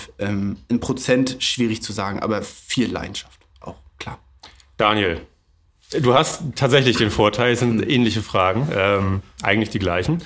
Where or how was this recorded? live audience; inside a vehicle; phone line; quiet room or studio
quiet room or studio